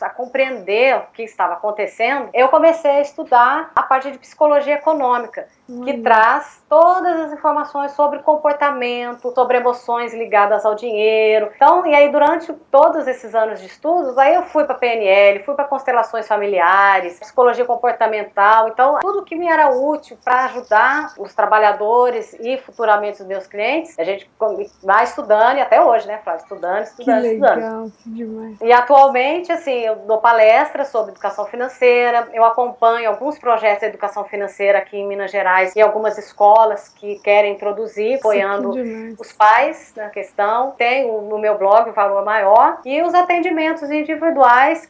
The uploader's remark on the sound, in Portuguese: um papo via Skype